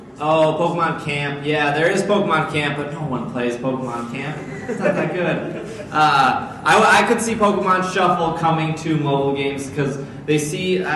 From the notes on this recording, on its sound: Live at C2E2 [2015]. In this live show.